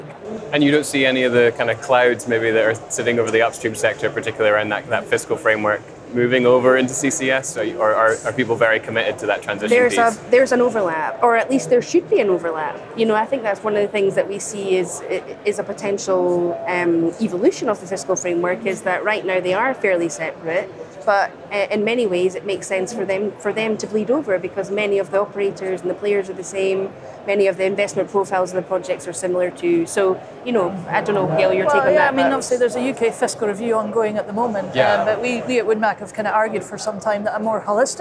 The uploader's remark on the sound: On the second day of the Offshore Europe Conference.